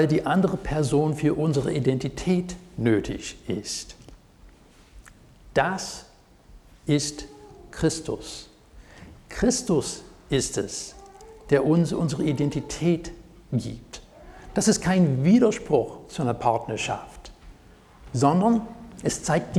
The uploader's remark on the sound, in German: Predigt aus dem Gottesdienst vom 16.07.2023.